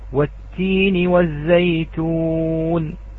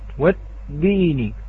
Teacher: نعم، عندما نقول والتين والزيتون، لو لم نعطي التاء صفة الهمس هنا، لو لم نعطي التاء صفة الهمس، نعم ماذا سوف تكون الكلمة بدل التين؟ سوف تكون والدين. نعم، سوف نحبس الصوت والدين، سوف تكون دالا.